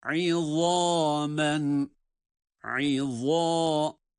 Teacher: Ayından sonra zâ harfi kalın, hem peltek.